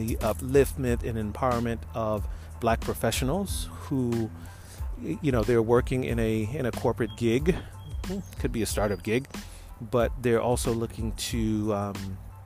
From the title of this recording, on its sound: Walk & Talk